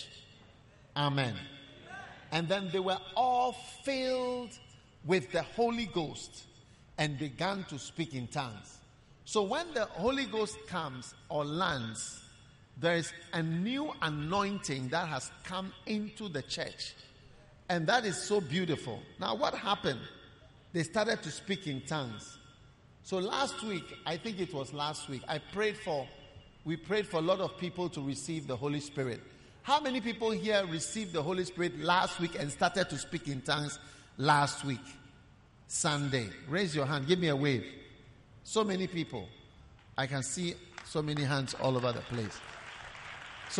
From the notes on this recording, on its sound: Preached at the Prophetic Encounter Service